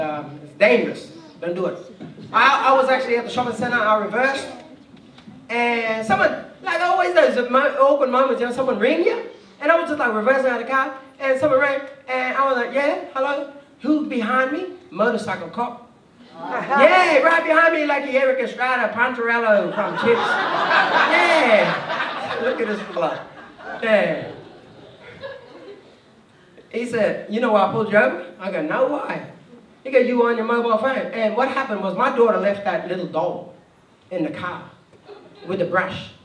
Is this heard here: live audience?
yes